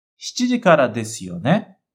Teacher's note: a pronúncia do su de desu é praticamente o som de S